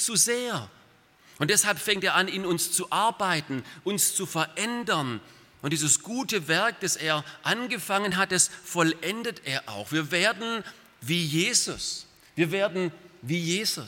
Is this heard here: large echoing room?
yes